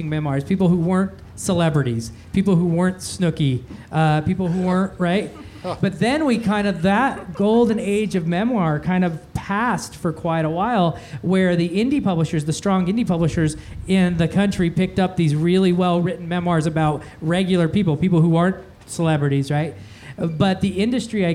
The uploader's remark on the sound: LIVE from the Utah Arts Festival